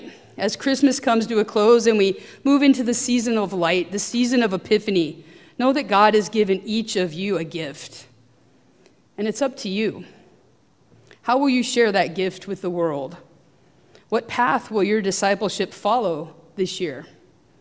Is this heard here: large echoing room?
yes